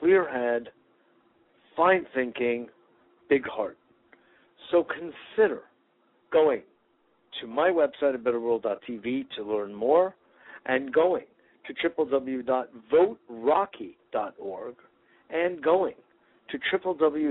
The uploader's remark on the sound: Today is a chance for listeners to call.